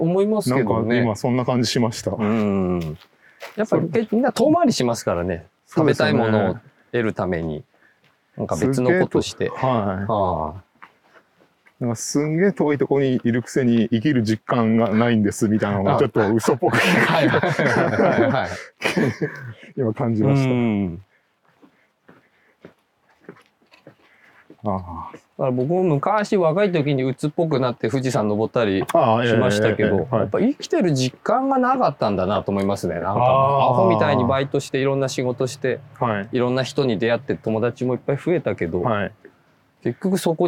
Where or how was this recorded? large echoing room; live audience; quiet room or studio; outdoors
outdoors